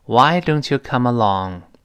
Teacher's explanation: 注意，这是特殊疑问句，最后降掉。